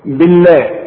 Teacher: لفظ الجلاله مرقق علشان الباء مكسوره